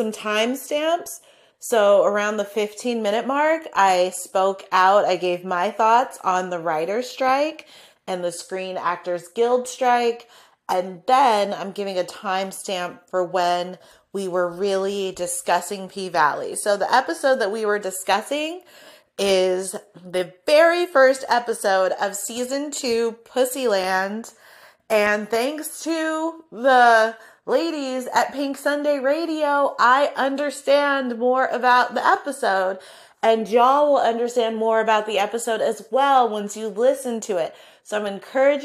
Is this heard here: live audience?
no